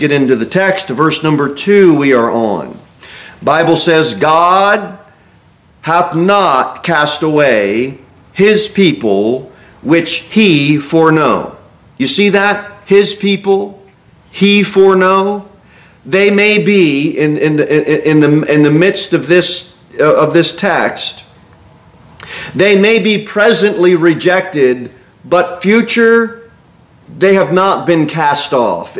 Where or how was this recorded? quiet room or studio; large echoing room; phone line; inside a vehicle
large echoing room